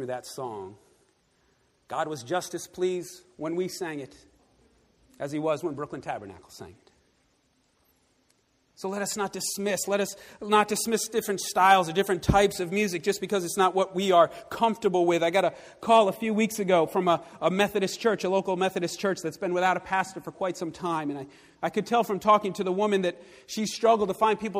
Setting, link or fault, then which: setting, large echoing room